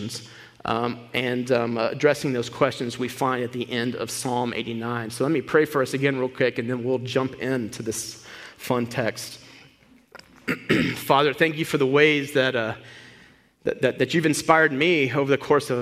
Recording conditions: large echoing room